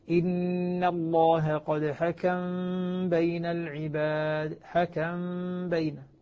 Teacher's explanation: نسكن الميم ونخفي الميم عند الباء مع الغنة · Term: الإخفاء مع الغنة